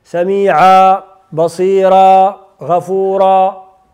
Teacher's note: يعطاه حركتين فقط، وهذا ما يسمى بمد العوض او المد المبدل من التنوين